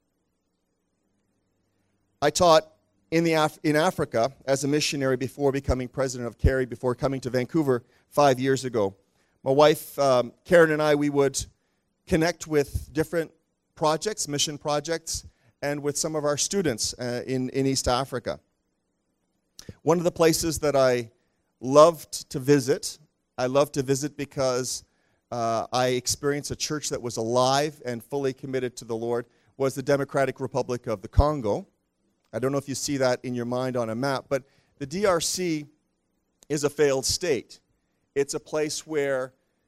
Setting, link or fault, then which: setting, large echoing room